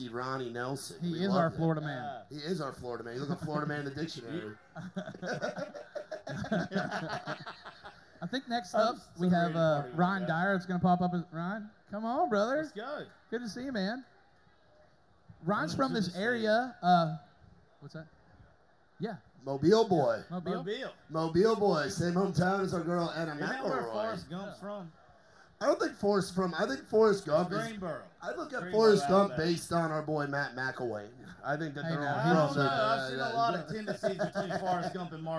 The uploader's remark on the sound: Live From The Florabama.